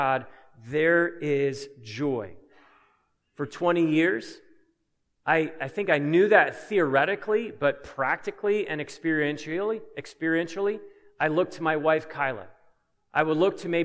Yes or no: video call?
no